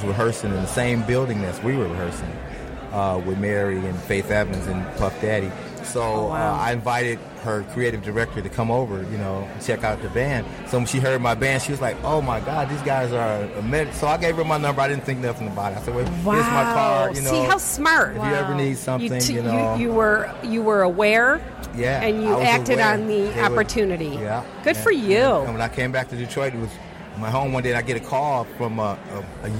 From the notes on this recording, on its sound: The Nooner Show Live from the Detroit Music Awards, Part 1.